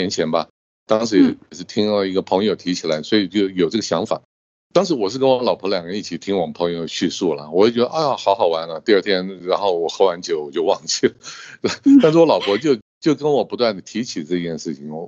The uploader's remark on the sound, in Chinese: 本集節目透過Microsoft Teams通訊錄製。